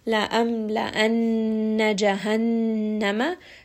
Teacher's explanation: noon with shadda, is going to be pronounced from the nose. Make sure that you give it some idgham. · Term: ghunna